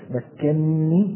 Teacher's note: فإن أصلها مكنني بنونين، وقرأ حفص بإدغام النون الأولى في الثانية فصارت مكنني بنون واحدة مشددة مع الغنة